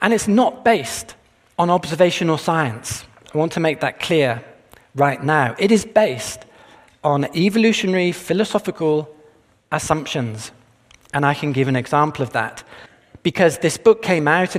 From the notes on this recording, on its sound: This presentation was taped at the 2022 Westminster Conference on Science and Faith in the greater Philadelphia area, which was jointly sponsored by Discovery Institute’s Center for Science and Culture, and Westminster Theological Seminary.